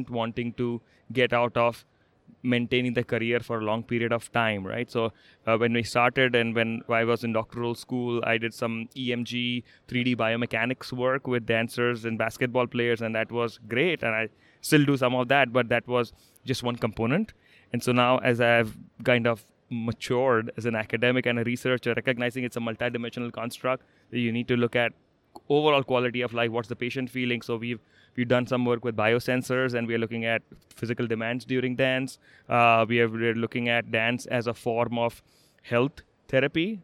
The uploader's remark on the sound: live in the expo hall in Las Vegas during the 2019 NATA Convention